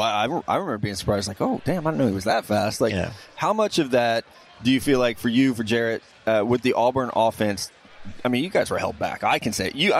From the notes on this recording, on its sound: Wild Interviews From Miami. Back on radio row.